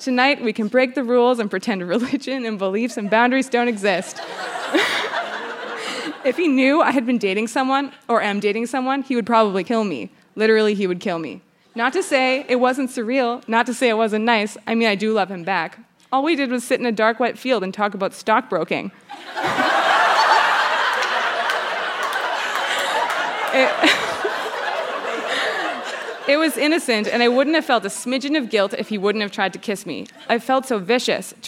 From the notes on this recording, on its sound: Recorded live at the Park Theatre in Winnipeg, MB.